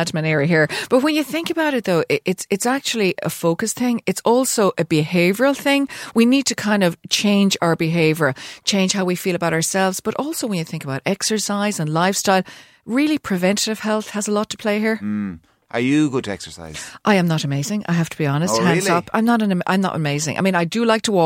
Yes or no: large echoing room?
no